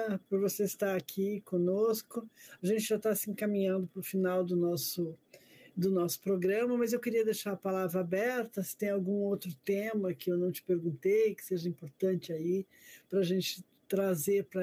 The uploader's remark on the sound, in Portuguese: Este episódio foi gravado de maneira online devido à pandemia do COVID-19.